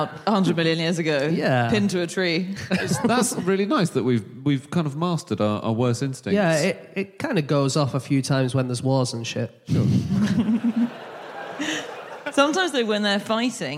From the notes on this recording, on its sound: Live from Leicester